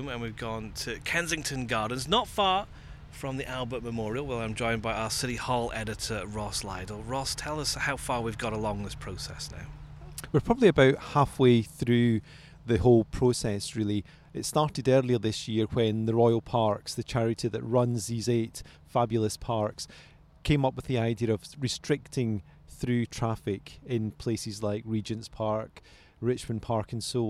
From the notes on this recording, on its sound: The Leader podcast left the newsroom to take a walk with our City Hall editor